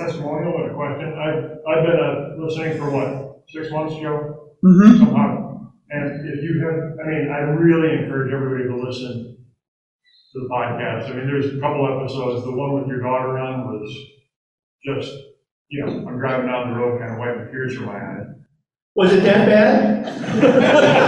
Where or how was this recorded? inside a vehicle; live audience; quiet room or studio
live audience